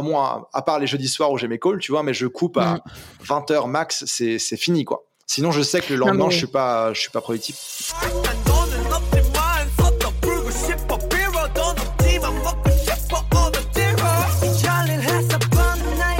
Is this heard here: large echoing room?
no